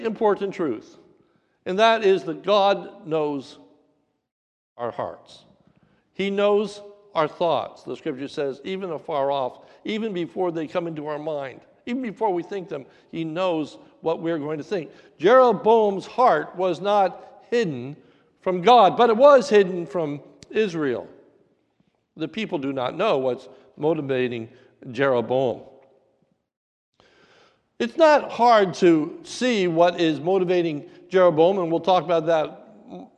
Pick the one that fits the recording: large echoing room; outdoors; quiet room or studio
large echoing room